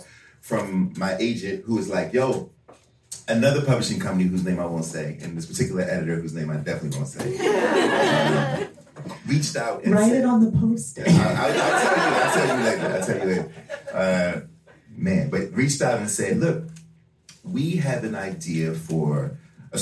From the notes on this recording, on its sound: This Unabridged episode features audio from our Washington DC stop of The Stacks Tour.